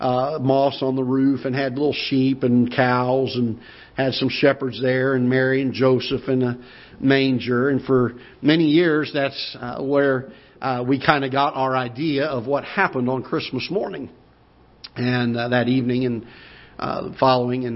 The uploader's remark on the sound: Ketha Heights Baptist Church ~ Live Broadcast